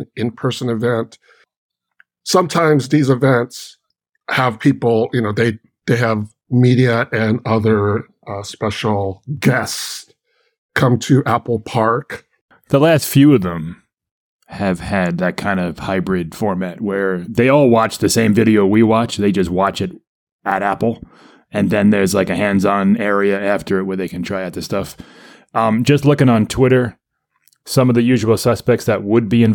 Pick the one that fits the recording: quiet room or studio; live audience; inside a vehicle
quiet room or studio